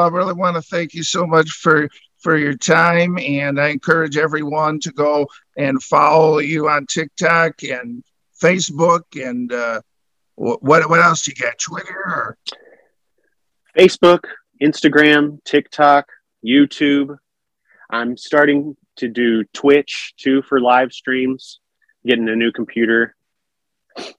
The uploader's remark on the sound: Original Zoom Audio